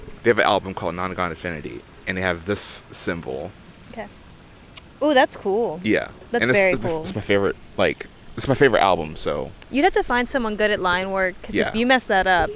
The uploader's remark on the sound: All while being in the great outdoors (right by a man-made lake in between some office buildings lol).